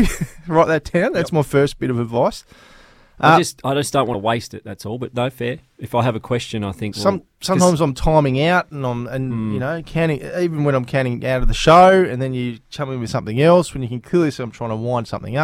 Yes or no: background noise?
no